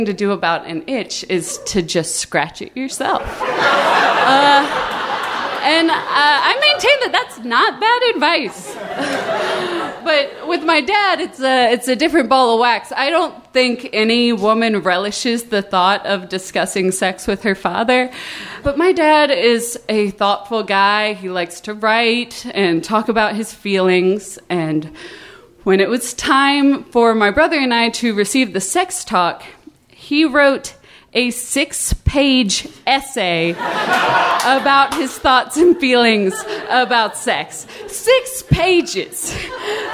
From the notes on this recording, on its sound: Live From Chapel Hill. At the North Carolina Comedy Arts Festival 2015.